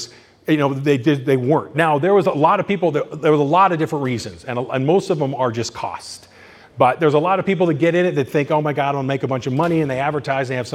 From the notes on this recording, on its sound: In this presentation recorded during Midsummer Scream